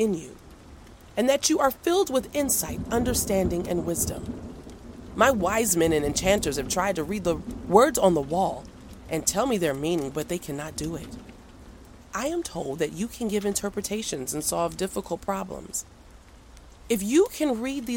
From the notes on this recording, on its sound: The soothing sounds of a crackling fireplace and a quiet thunderstorm as a backdrop to the reading. A dramatized reading of the Bible, including music, nature sounds, and sound effects.